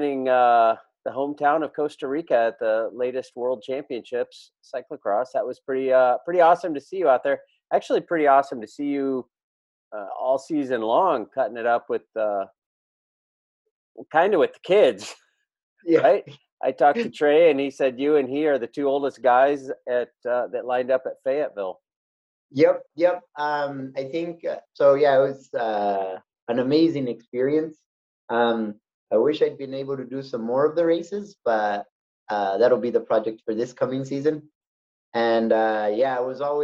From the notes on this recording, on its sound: I caught up with the three of them via zoom